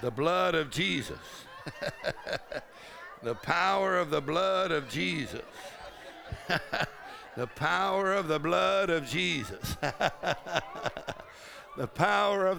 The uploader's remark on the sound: Faith and Fire Conference: Monday Night